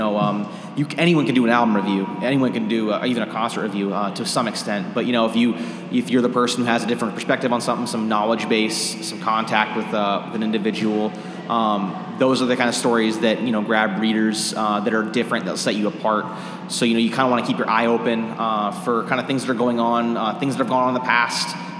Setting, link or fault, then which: setting, live audience